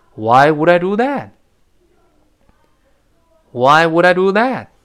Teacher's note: 这个 dothat，最后那个 t，失去爆破了。那单词末尾嘛，这 t 就听不见了。